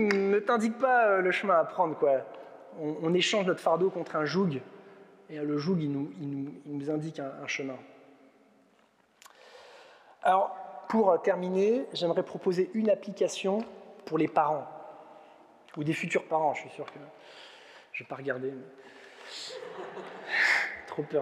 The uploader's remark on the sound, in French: Enregistré à l'église CVV, le 12/06/2022